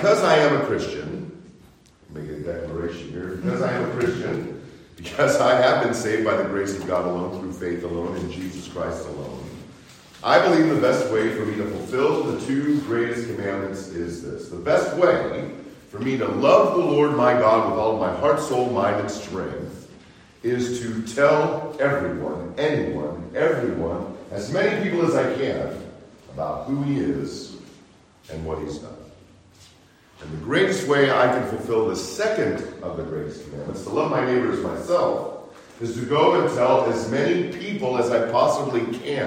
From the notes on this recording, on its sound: Preached during Sunday School at Calvary Baptist Church -Owosso, MI